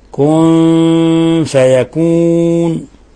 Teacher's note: نون ساكنة جاء بعدها حرف الفاء، الحكم التجويدي إخفاء حقيقي